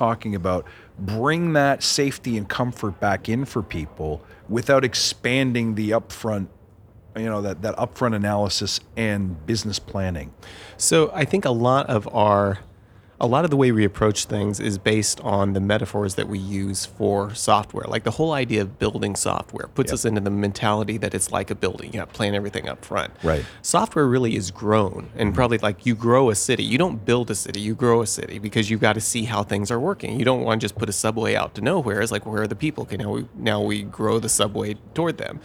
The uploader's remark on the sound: Badass Ideas – Talks from the Agile and Beyond Speaker’s Lounge. We decided to record some cool conversations and thoughts from my colleagues.